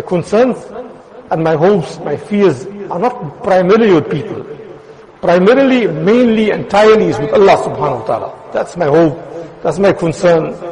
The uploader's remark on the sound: Jumuah lecture at Madressah Taleemuddeen